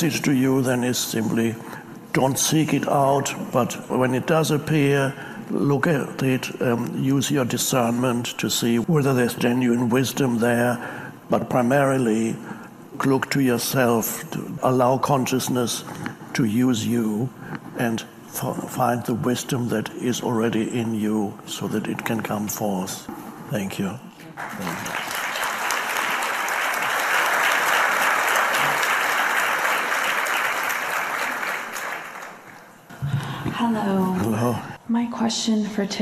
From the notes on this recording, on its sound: answers questions from an audience in Hawaii